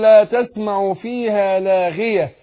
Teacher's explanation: الغين المكسورة تاخد أدنى درجات تفخيم